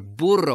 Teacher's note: where you have the double R and you have more of a trill, more than the one tap. Now, for a few people, it's a bit difficult to learn how to do a tongue trill, since this sound does not exist in American English.